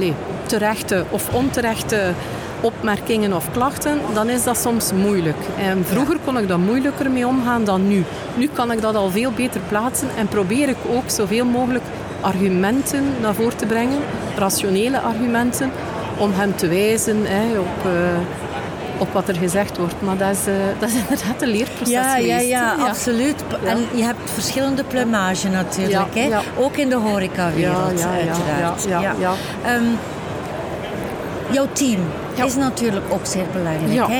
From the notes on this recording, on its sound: Horeca Expo Live. Dé beurs voor professionelen uit de horecasector, dit jaar toe aan de 32 editie, waar er strenge covid-maatregelen van toepassing waren.